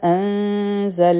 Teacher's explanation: په زا کې بزنګ والا آواز دی